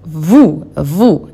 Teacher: La S final no suena, la OU suena a U, a una U del español.